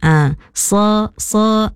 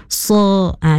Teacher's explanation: kena baca sikit lagi tebalnya huruf sad ya · Shown in: second take · Tadi ada bunyi macam sedikit nipis, sa, sa, nipis, sa, ya tebal.